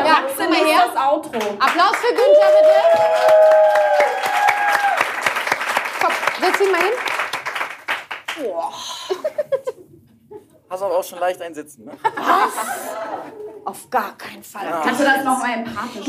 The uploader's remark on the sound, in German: die ich live mit Publikum aufgezeichnet habe